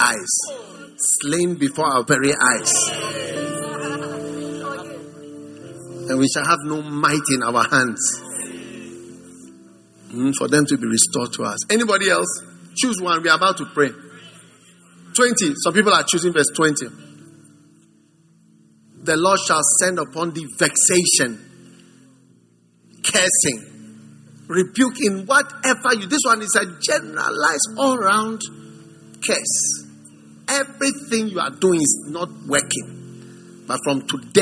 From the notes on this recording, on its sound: Preached at the First Love Center, Accra.